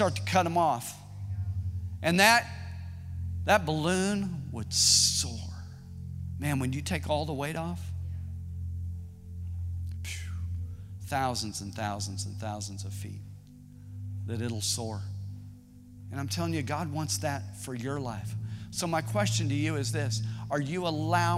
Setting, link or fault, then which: setting, large echoing room